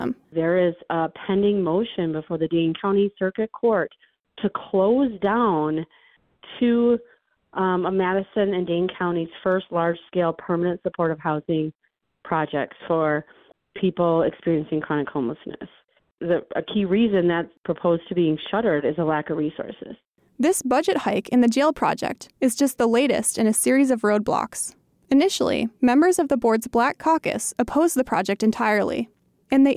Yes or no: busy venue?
no